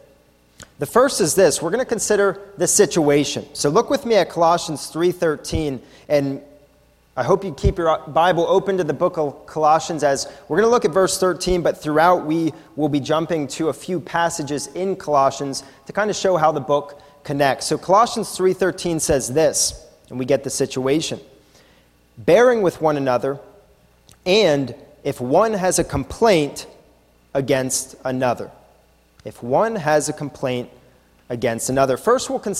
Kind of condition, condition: setting, large echoing room